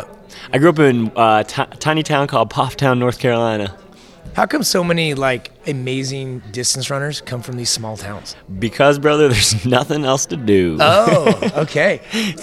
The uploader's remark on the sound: LIVE from Caesars Palace in Las Vegas